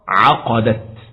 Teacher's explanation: القصر يقتضي أن تحذف حرف المد فتقرأ عقدت هكذا